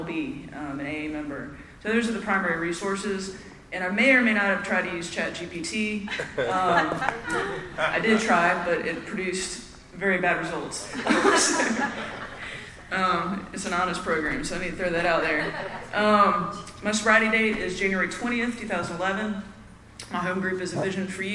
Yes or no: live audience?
yes